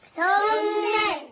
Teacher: ميم حرف غنة مشدد بالفتح